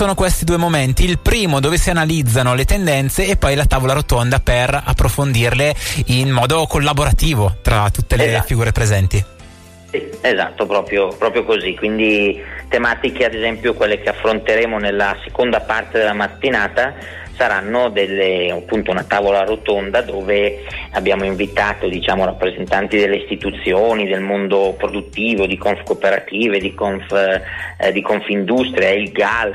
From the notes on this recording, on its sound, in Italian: Al telefono